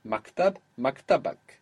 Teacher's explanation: The accent will move one down when you add on that extra syllable.